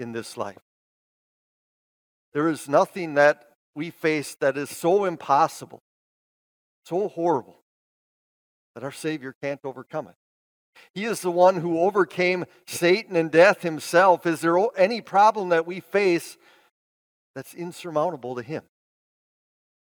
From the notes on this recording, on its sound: Bethany, Appleton, WI. Preached this sermon at Bethany's Easter worship.